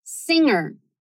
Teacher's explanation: a gente não faz um G de verdade, tá? Assim, não chega a ser errado você dizer singer, mas o mais natural é esse G bem discreto que só serve para mudar um pouco a cara desse N que está antes dele.